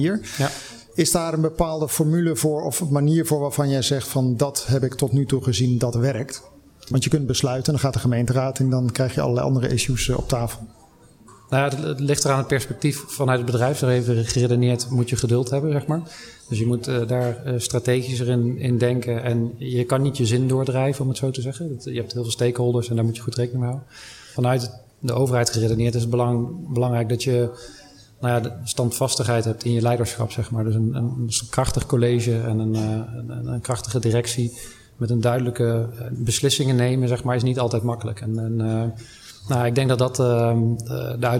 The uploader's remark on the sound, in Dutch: Een van de events op de Floriade Expo-terrein vond plaats op 24 augustus: het Floriade Hub Café. Een live-radioprogramma vanuit de Green Innovation Hub in The Natural Pavilion met muziek.